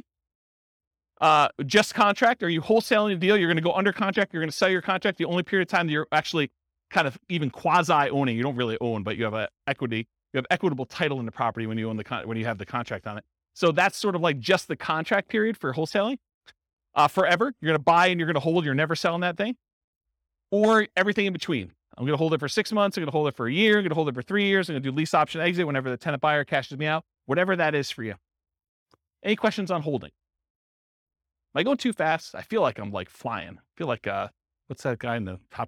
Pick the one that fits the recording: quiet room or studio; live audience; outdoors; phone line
live audience